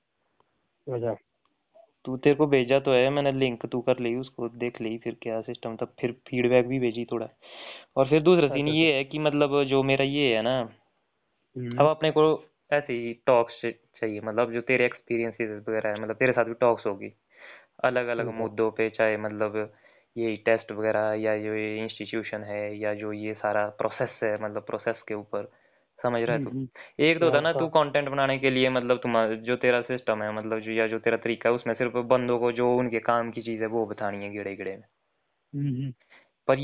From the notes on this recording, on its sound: Phone talk.